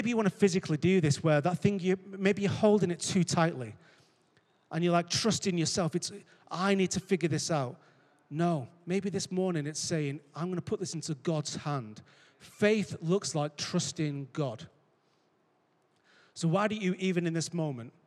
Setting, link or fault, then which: setting, large echoing room